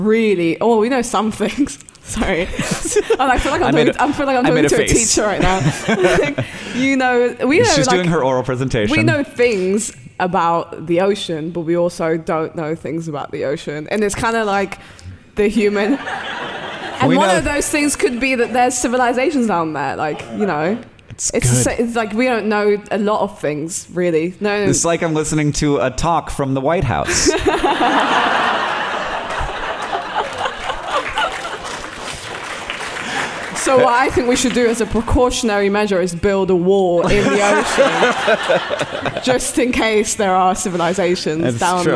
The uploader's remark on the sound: This episode was recorded live at VidCon London 2019!